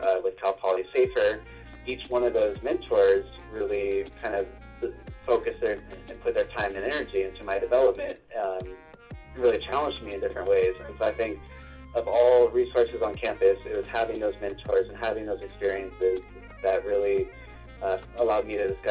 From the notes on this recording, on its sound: Our first over the phone interview!